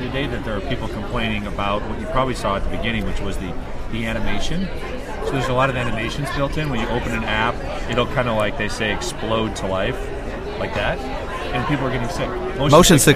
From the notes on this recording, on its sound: Live from SHSMD13. Podcasting live from SHSMD 2013 in Chicago.